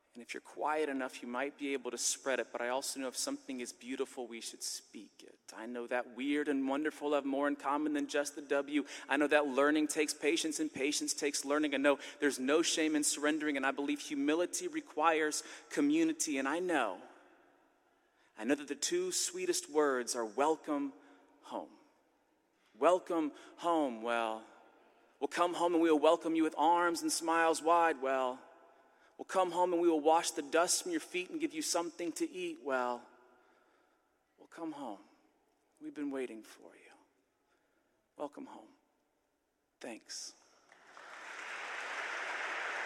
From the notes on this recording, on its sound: A talk from the 15th Annual Mockingbird Conference in NYC.